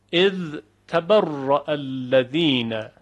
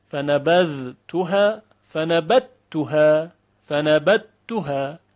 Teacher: ادغام ذال در حرف تی دو نقطه یا تا